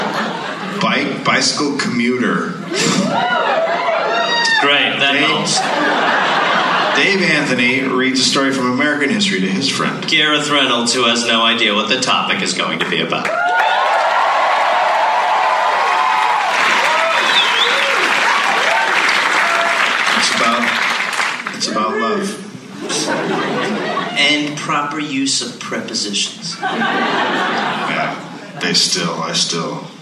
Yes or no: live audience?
yes